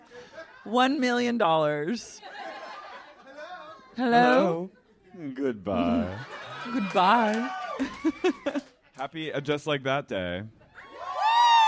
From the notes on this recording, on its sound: LIVE at Dynasty Typewriter Round II.